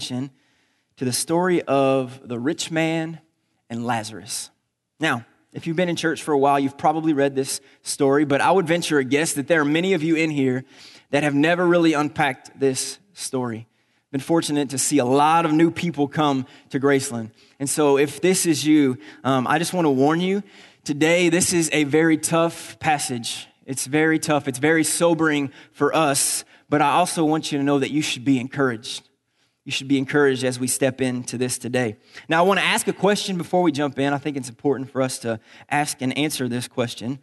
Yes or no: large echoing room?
yes